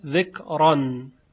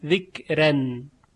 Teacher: نکته دیگری که باید در اینجا تذکر داد این هست که شش کلمه ذکران، ستران، حجران، امران، وزران و سهران از ورش به دو وجه روایت شده، هم تفخیم هم ترقیق. یعنی راء ذکران هم به تفخیم خونده شده ذکران، و هم به ترقیق ذکرن